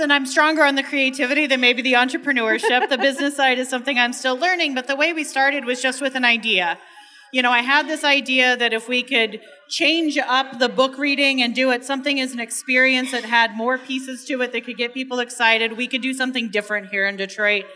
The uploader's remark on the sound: Recorded live at the Motor City Woman’s Podcast Brunch as part of the Detroit Podcast Festival.